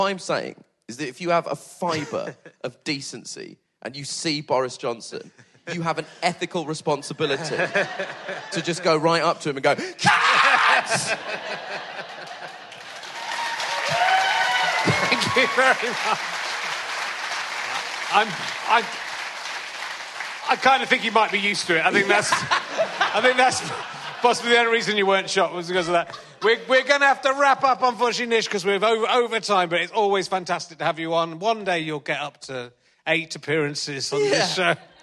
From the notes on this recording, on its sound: back at the Leicester Comedy Festival for the second week in a row